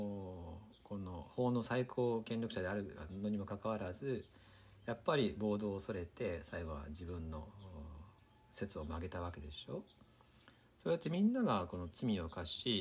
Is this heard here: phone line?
no